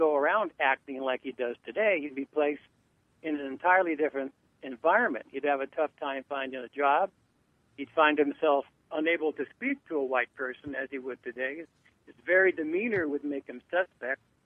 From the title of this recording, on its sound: Live From Pullman National Monument , October 7, 2018